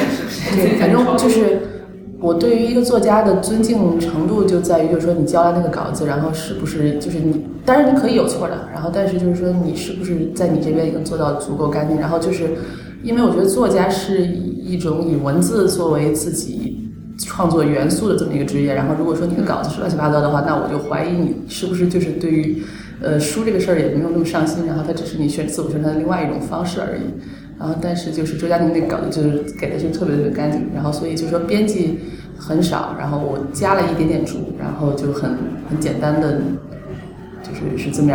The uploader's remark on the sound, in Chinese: 由于包间有回声，音质欠佳